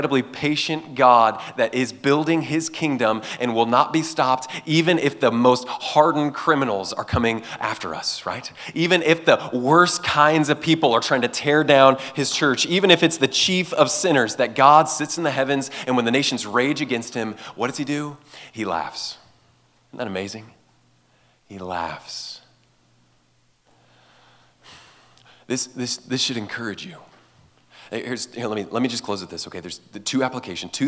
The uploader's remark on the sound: gave this message at Fall Conference 2023